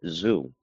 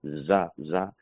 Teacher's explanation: Claramente hay un sonido za, es la posición de la S, pero vibrándola · Term: sonido de la Z